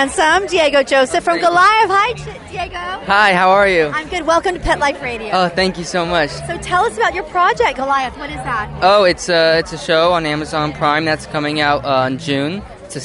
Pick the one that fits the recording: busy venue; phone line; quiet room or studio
busy venue